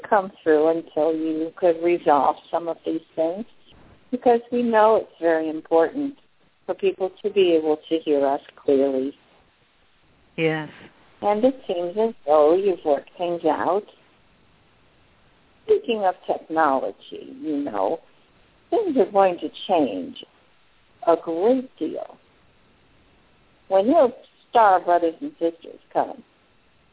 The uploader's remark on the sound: The audio is not optimum, from a cell phone in Puerto Rico.